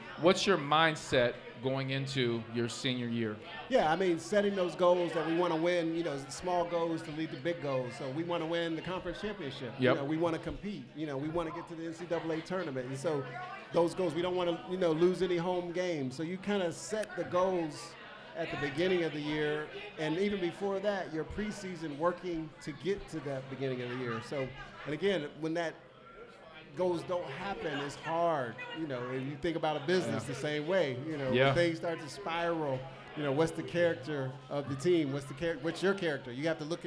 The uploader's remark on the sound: LIVE at Mio's